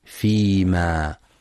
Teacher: يخطئ بعضهم فيقرأ فيما بمد الميم فيما، والصواب فتحها دون مد، فلا يقرأ فيما، وقد سبق التنبيه لمثله.